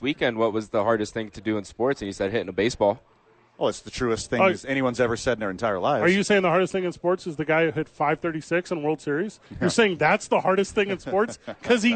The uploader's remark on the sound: live from Howie's for two MNF Games